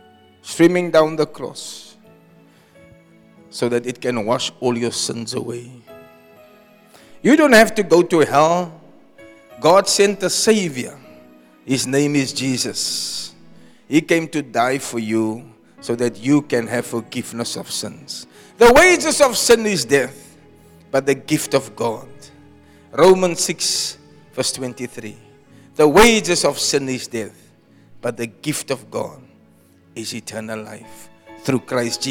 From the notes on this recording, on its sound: Preached at Zion Sanctuary, Cape Town on the 3 March 2024